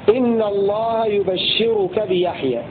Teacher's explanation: بضم الياء وتحريك الباء بالفتح وكسر الشين مشددة